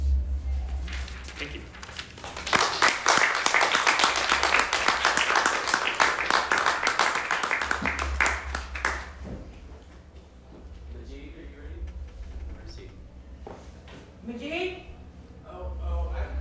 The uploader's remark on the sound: Performed Live at No Tomorrow Gallery in Underground Atlanta.